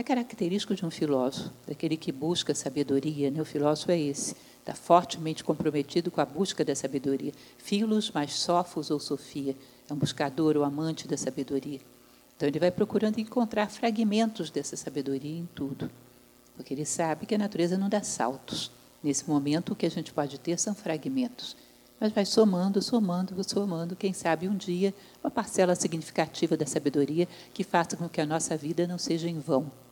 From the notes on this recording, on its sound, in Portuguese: primeira gravação com plateia do podcast Jornada da Calma